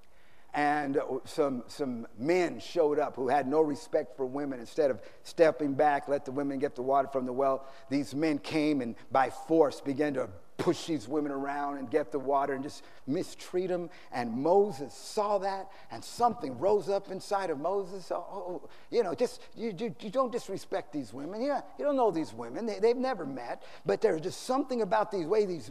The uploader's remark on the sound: Preached on Mothers Day San Antonio TX 2016